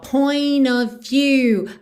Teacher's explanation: Aqui a gente não ouve o T de point e a gente junta o N direto no O.